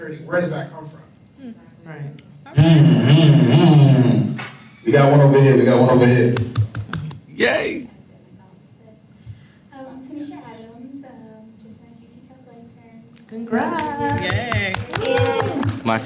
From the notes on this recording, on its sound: AMEC: Live in Hartford. The Lounge is live in Hartford, Connecticut at the AMEC! Big thanks to our awesome audience for their participation in this special episode.